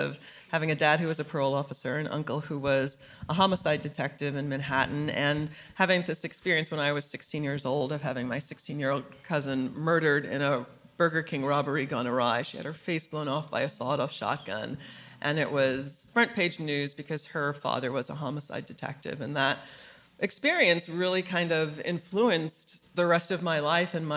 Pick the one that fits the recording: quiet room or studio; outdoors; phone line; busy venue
busy venue